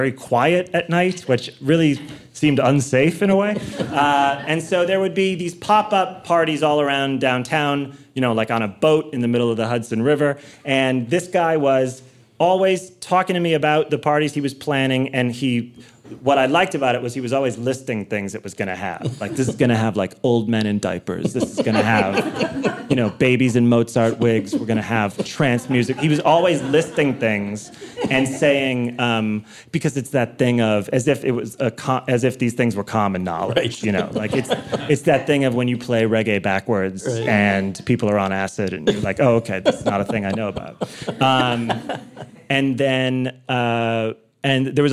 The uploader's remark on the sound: LIVE. At a celebration of the podcast's 500th episode.